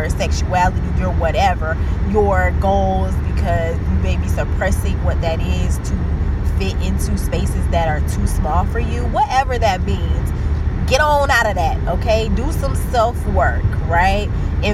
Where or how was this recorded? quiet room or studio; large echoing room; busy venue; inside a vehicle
inside a vehicle